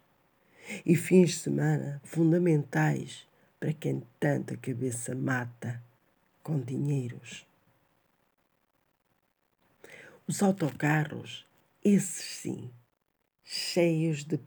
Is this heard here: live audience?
no